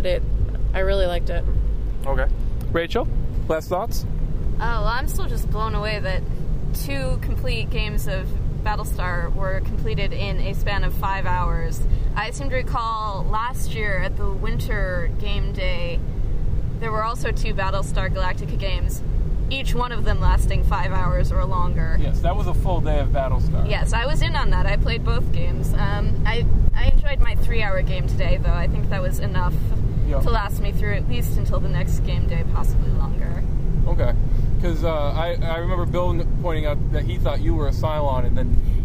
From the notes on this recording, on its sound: Drive home in the driving rain from Spring Meltdown in Lyndonville, one of the Green Mountain Gamers’ game days held around Vermont. How do you pass the time during a two hour ride from Lyndonville to Burlington?